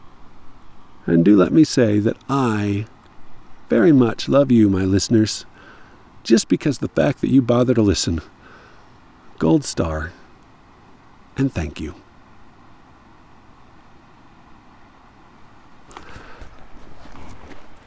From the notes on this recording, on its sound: I was on a dusty, dry trail somewhere in the American Fork canyon, all by myself (except for the bee that interrupted me while I was recording.